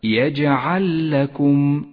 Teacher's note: اللام الساكنة بعدها لام متحركة ندغم الأولى بالثانية فتصيران لاما واحدة مشددة تقرأ هكذا يجعل لكم بعدها تماما حكم الإدغام بغنة فرقانا ويكفر · Term: الإدغام المتماثل